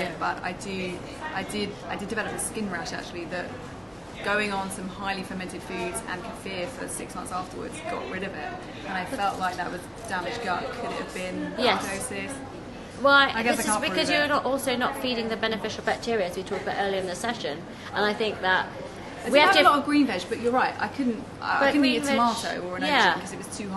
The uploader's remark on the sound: This episode was filmed live at Be:Fit London.